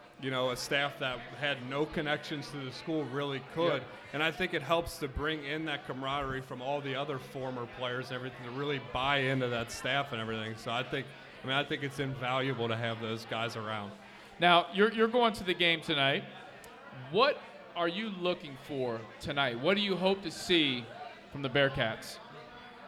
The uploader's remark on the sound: Live at Mio's!